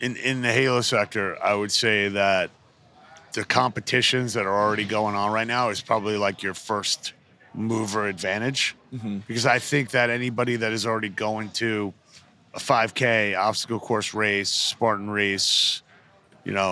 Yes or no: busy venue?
yes